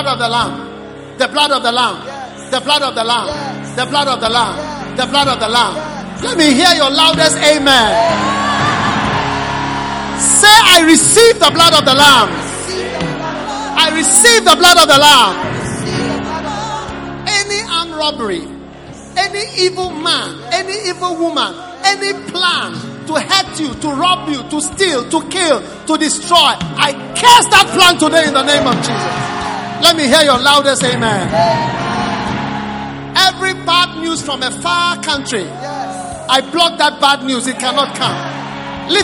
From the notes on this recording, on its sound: Preached at the Prophetic Encounter Service.